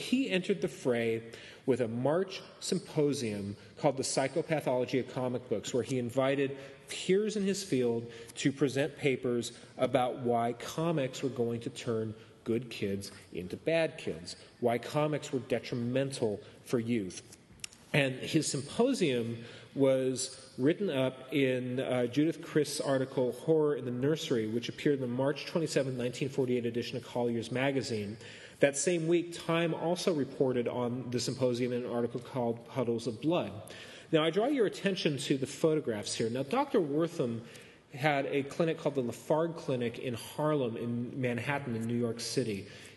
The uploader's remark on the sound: Presents the History of the Comics Code Authority before a live audience at Wondercon 2014, in Anaheim California.